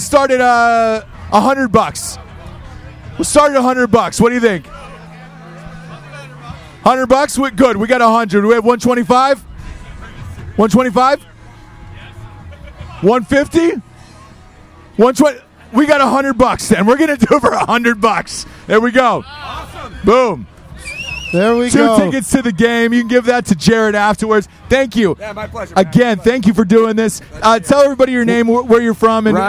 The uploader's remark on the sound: live from the Army/Navy tailgate partying with everyone in town for the game